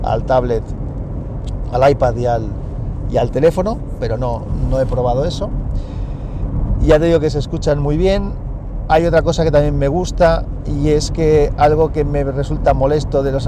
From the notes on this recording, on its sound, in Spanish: Un capítulo de guerrilla grabado en el coche. Podcast grabado en un Samsung Galaxy Note 8 con la aplicación Hi-Q MP3 Recorder y micro Boya BY-LM10.